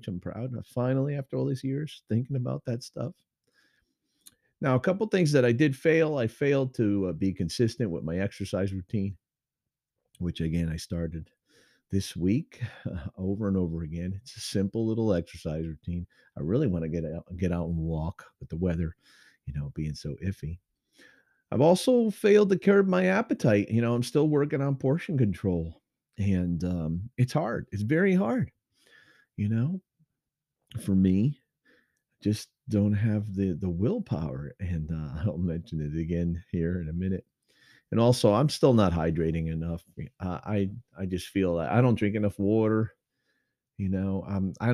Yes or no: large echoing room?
no